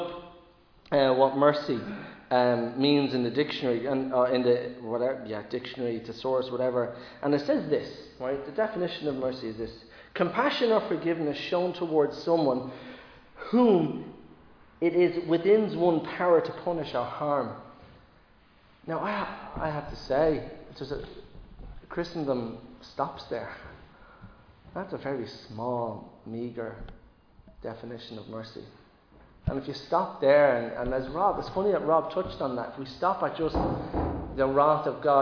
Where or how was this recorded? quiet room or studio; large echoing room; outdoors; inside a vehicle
large echoing room